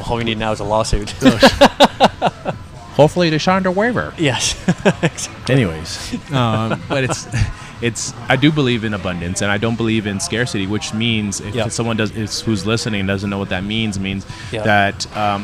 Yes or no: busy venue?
yes